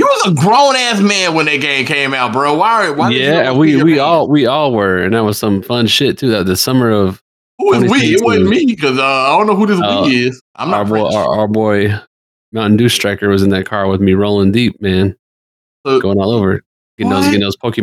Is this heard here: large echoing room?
no